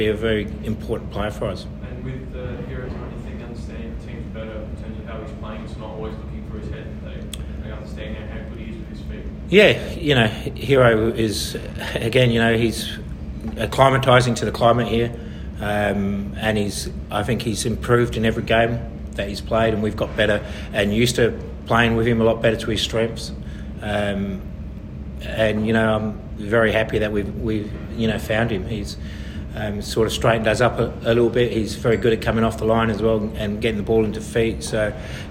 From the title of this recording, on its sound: Post-Match Press Conference